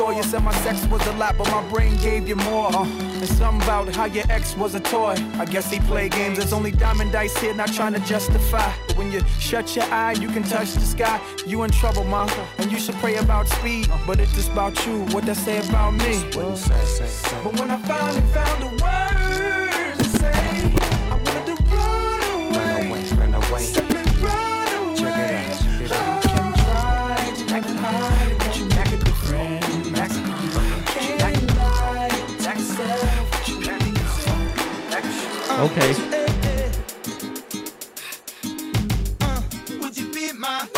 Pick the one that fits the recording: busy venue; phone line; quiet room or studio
busy venue